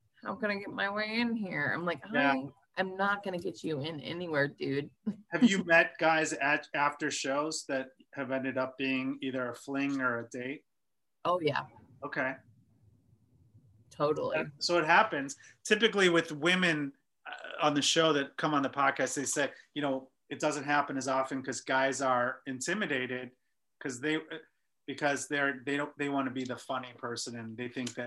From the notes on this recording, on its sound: via Zoom